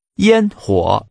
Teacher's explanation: Using high level and falling rising tones, say fireworks.